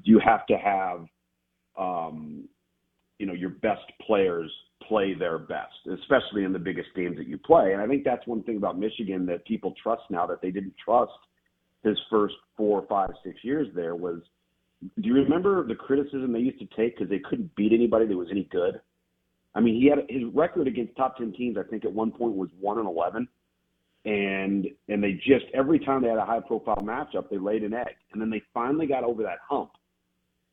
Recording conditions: phone line